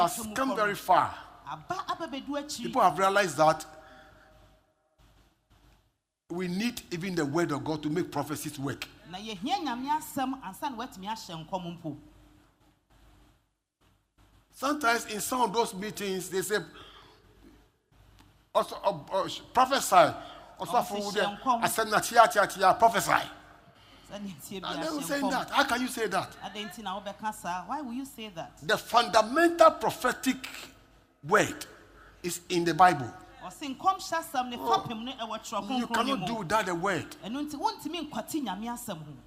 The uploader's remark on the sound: Preached at LCC Goshen